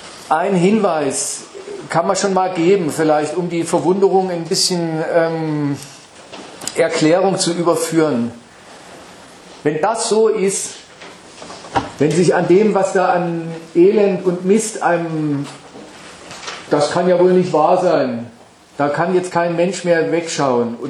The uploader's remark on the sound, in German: Wir bringen dazu den Mitschnitt des Vortrags eines Redakteurs der Zeitschrift Gegenstandpunkt vom November 2019